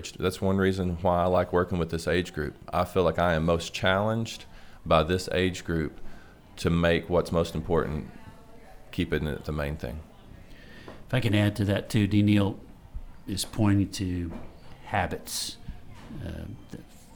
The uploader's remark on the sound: This Fam Lab episode was recorded at Midnight Oil Coffeehouse in Searcy, Arkansas on the Harding University campus.